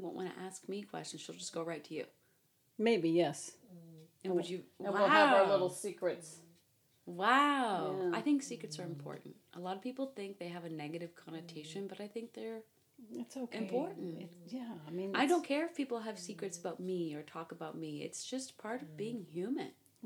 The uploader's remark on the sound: The audio in this episode is quiet, as we were sharing one mic on her front porch.